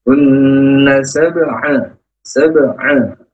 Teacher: Ada nun tasdid berarti bacaan unna musyaddadah. Unna berdengung musyaddadah karena ada nun yang bertasdid.